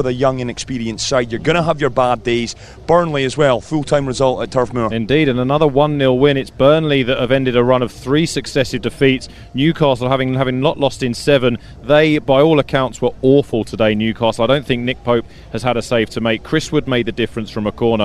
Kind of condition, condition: setting, busy venue